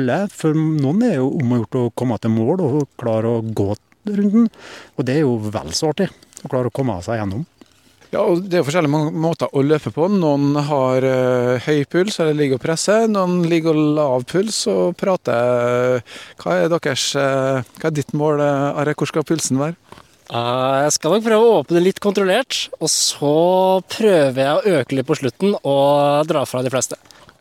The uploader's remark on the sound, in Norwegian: Halvmaraton med bølgeskvulp i Kristiansund. Sommerradioens utsendte påtraff to løpeglade fra Norodd som var ute og gjorde klar løypene.